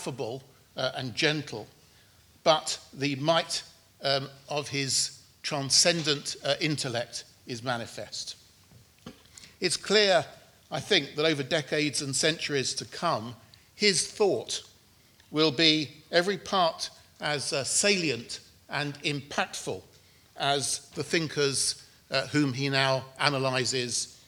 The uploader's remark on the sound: In this public lecture